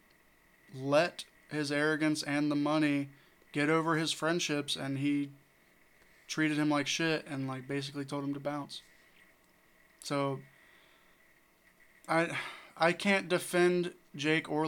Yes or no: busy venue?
no